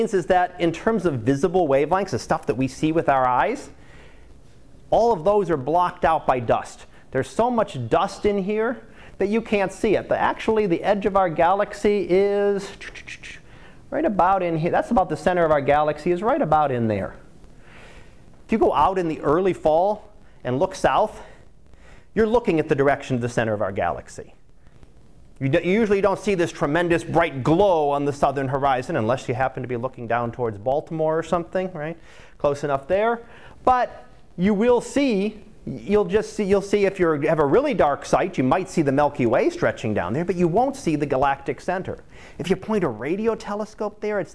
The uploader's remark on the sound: Live Class Lecture